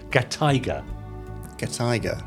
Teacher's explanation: put gatai together with tiger, and you get gataiga, with the emphasis on the tai